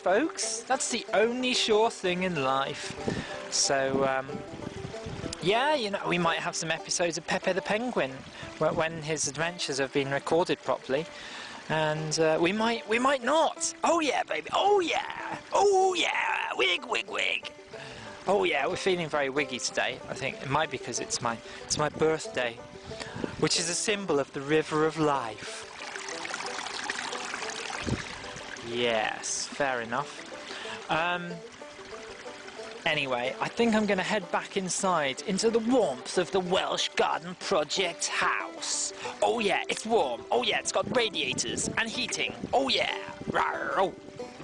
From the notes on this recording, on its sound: A lot of which was recorded in the woods in the Animal Council Clearing.